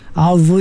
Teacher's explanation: Dia tempat kalau huruf za ni sama dengan zal, cuma zal nipis, za tebal. Dia sama tu, huruf zal, huruf tha, huruf za, sama. Cuma berbezanya za ni tebal, ya, tafkhim.